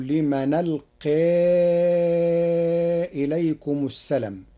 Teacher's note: قرأ ورش كلمة السلام بحذف الألف بعد اللام